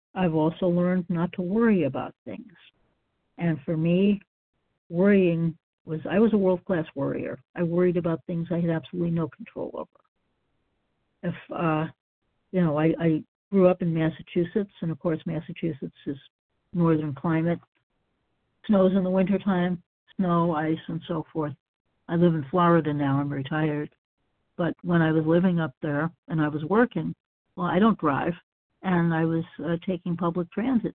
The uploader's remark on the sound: 100 Pounders Phone Meeting, 5/4/23